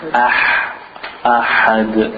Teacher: the ha is more air coming out and it's from the middle part of the throat so it's not it's ah.